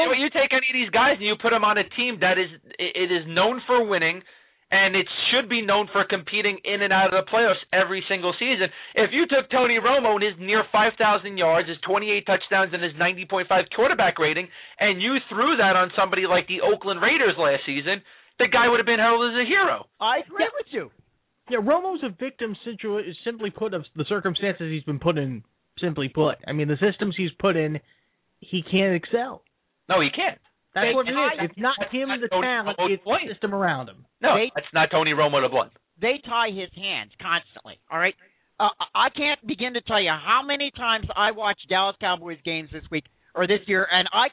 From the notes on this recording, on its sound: take live calls from their listeners around the country